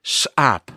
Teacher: En ik denk, en dan baseer ik me op een artikel van Jan Stroop, dat het afkomstig is, dat deze klank afkomstig is door kolonisten die de sch, de SCH, hebben uitgesproken als een S met een glottisslag. En een glottisslag, daar hoor je als het ware een soort klik achter in je keel